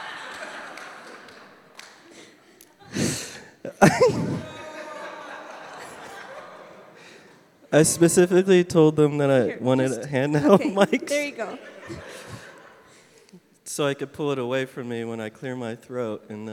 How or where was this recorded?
live audience